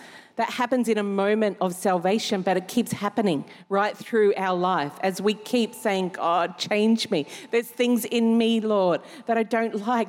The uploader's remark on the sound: Recorded during our 5pm service